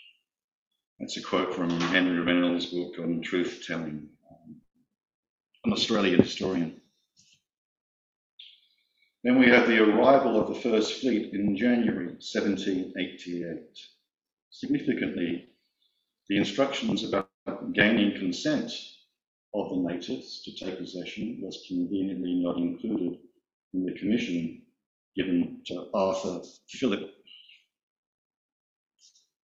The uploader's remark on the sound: There was some technical problem with the recording so the quality is not very good. There was some technical problem with the recording so the quality is not very good.